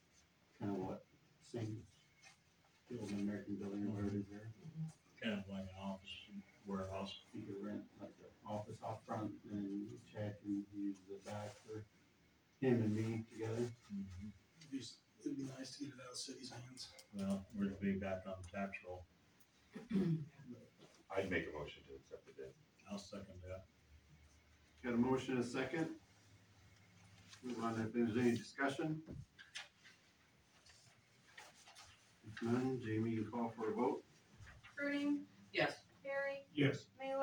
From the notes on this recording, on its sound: AUDIO - March 14, 2023 Sac City Council Meeting